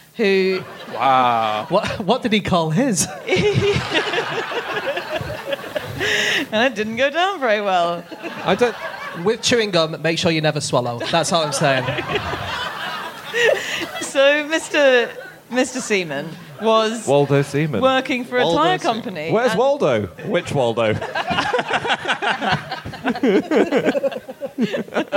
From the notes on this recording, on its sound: Live from Philadelphia